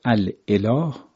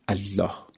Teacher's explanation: و اما وقتی که اله بر سرش الف و لام بیاد می‌شود الاله، بعد همزه وسط می‌افته و دو تا لام در هم ادغام میشه · Shown in: second take · و میگوییم الله.